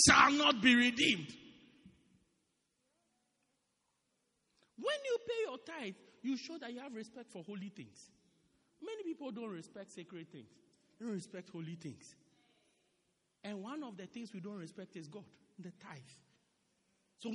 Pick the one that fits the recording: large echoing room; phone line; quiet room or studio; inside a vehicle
large echoing room